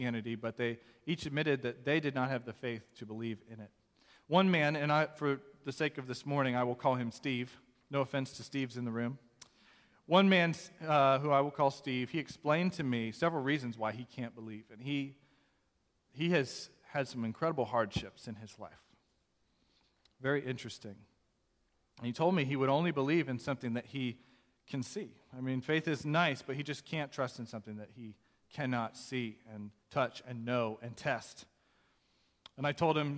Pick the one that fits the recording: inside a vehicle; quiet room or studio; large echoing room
large echoing room